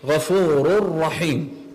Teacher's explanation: إدغام الكامل مثل غفور رحيم من غير غنة